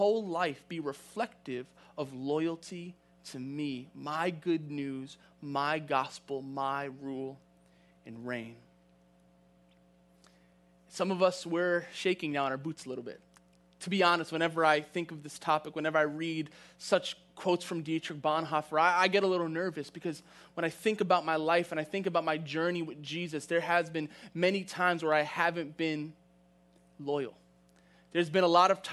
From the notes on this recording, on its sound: from the September 27, 2020 Live Worship Service